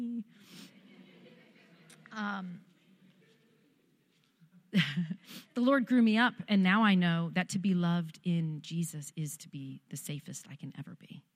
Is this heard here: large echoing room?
yes